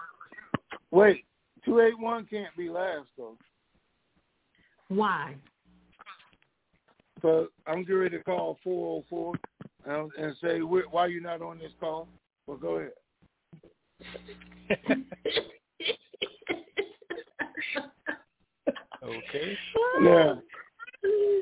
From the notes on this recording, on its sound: TNTSuperfantastic Conference Call - Friday, May 28, 2021